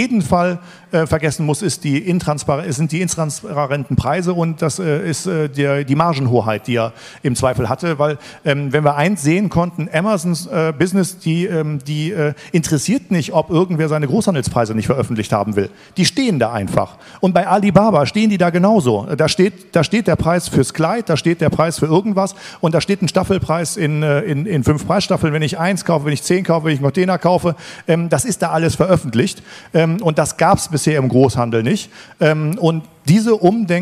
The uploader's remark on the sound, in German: Beim Digital Commerce Day für einen anderen Speaker eingesprungen und hat einen denkwürdigen Vortrag zum Ende des Großhandels gehalten.